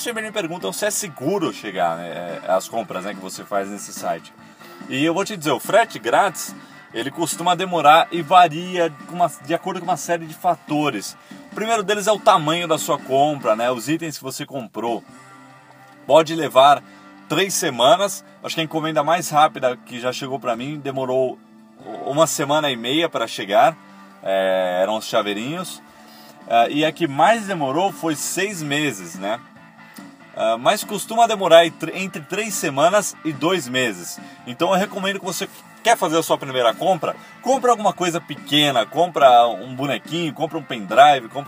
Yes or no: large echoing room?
no